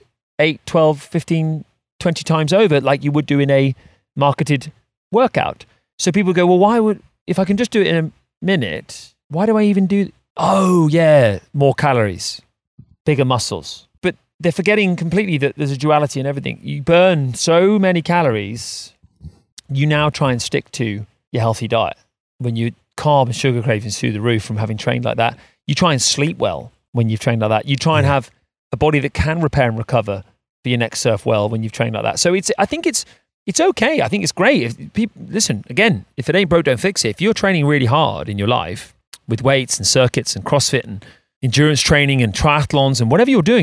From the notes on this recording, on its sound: This week, we record the show by a river for extra high vibes and good times!